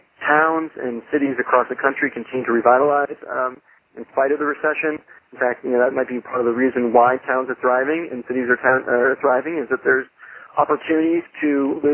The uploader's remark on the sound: Call recorded on February 9, 2012.